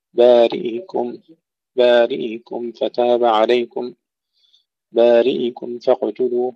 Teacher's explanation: أبو عمرو يسكن الهمزة، يقول إلى بارئكم عند بارئكم فتاب عليكم بسكون الهمزة، وهذه الهمزة لا إبدال فيها للسوسي، لأنها ليس السكون أصليا، وإنما هو عارض للتخلص من توالي الحركات. الدوري له وجه آخر، وهو الاختلاس، بارئكم بارئكم فتاب عليكم بارئكم فاقتلوا، فيها إذا الاختلاس والتسكين، بينما السوسي له التسكين فقط.